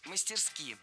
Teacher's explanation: раньше следовало ставить ударение исключительно на последний слог – мастерски.